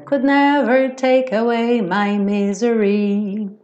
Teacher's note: esse re acaba se alongando um pouquinho